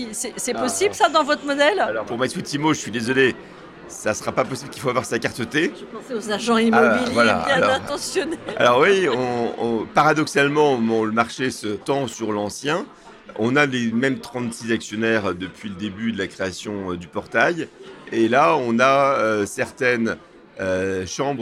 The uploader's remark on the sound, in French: Cet interview a été enregistrée en live d'Immo, le Congrès immobilier FNAIM qui s'est tenu les 4 et 5 décembre à Paris.